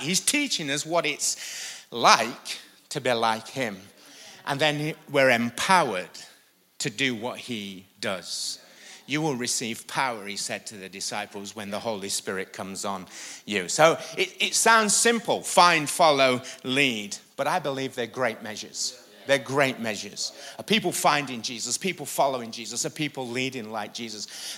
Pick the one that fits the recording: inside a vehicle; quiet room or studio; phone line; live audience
live audience